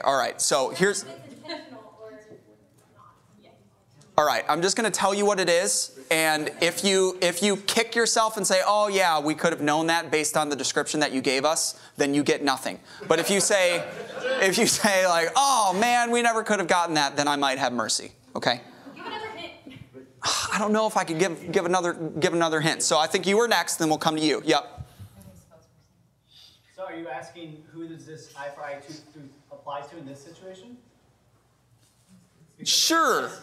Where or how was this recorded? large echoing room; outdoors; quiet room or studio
large echoing room